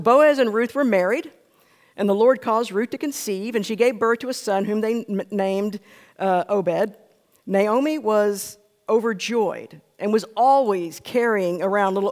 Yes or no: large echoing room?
yes